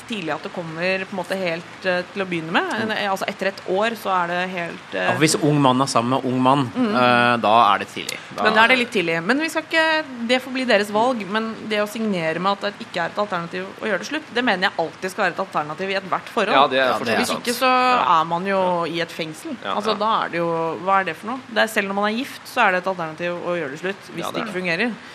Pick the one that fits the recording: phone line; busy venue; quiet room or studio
busy venue